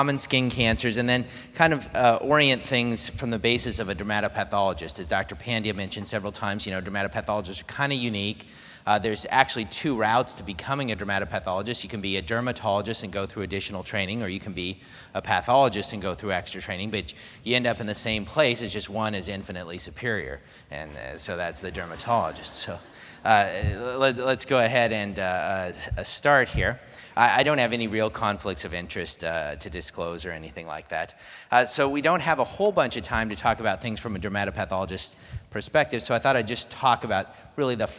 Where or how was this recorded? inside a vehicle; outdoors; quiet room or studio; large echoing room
large echoing room